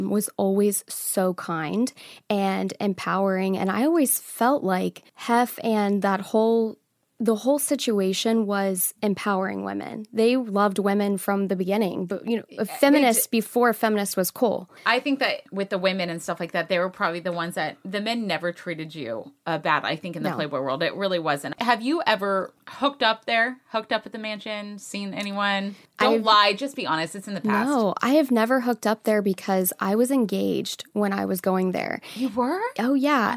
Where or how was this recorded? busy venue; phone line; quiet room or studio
quiet room or studio